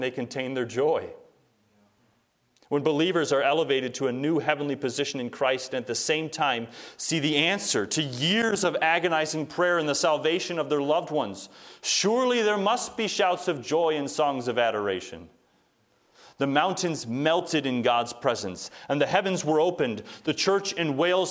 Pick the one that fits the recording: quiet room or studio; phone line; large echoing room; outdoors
large echoing room